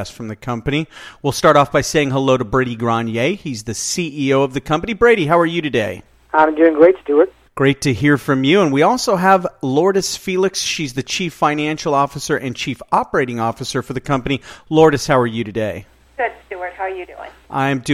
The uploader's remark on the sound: called in to SmallCapVoice.